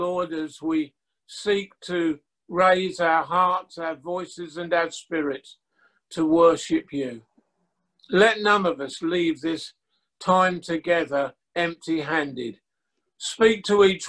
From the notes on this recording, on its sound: Audio recording of our livestream service via a zoom. Audio recording of our livestream service via a zoom.us virtual church service.